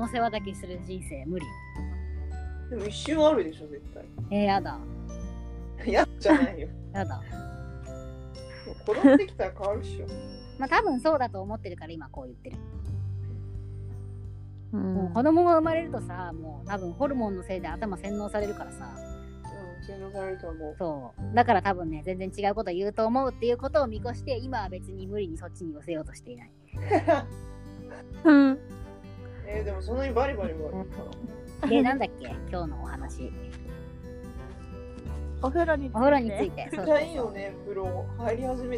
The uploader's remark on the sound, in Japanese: 撮影環境が不安定だったため、若干雑音が多く申し訳ございません！